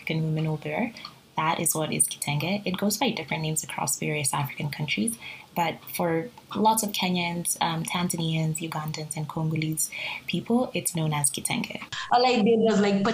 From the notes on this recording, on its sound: Despite the minor and technical issues we experienced during the call - apologies for any odd sounds you hear!